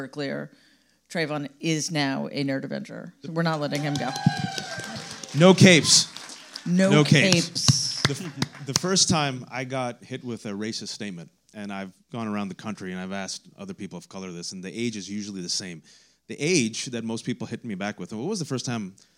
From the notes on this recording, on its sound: Live in Los Angeles. Live to the stage in Los Angeles.